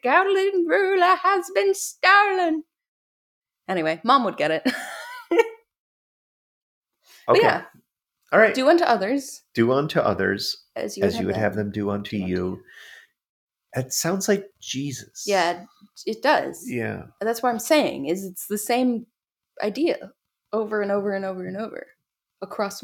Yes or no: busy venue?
no